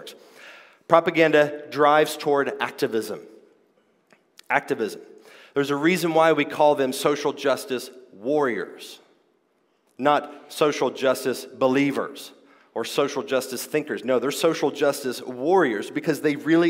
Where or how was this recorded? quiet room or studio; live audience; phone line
live audience